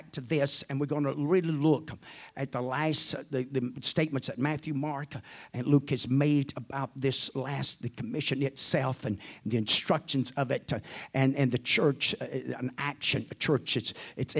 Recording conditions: large echoing room